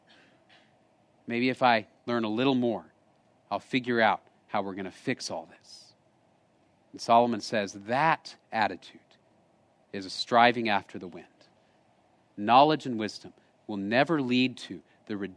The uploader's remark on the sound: Location: Grace Bible Church Creekside